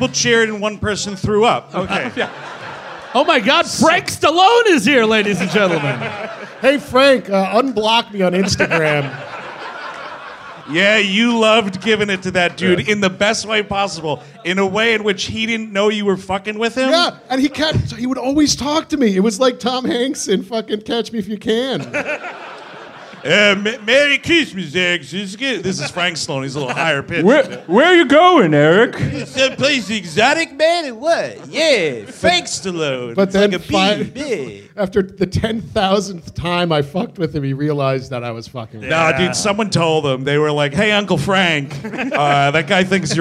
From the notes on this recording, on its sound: Live in Boston. Recorded live at Laugh Boston. In Boston, Massachusetts.